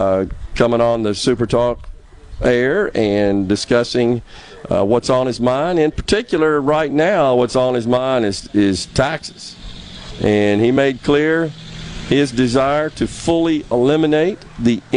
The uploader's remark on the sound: LIVE from Walley Forestry in Ellisville today